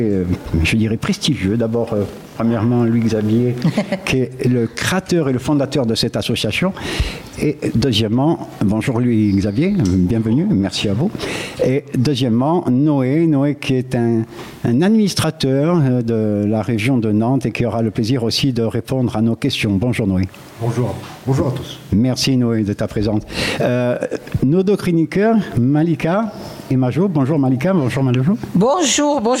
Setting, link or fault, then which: setting, busy venue